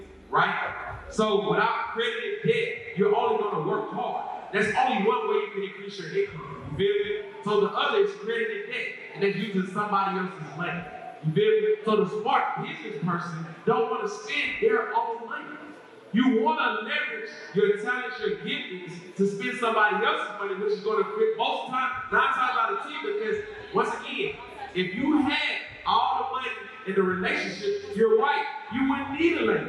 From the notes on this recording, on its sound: at Indie Fest 2022